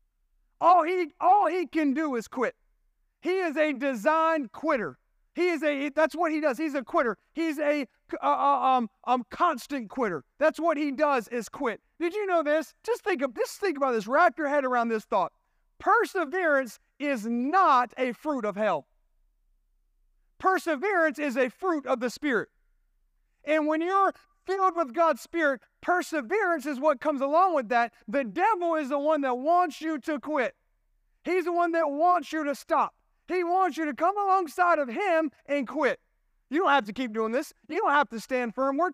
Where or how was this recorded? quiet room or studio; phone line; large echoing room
large echoing room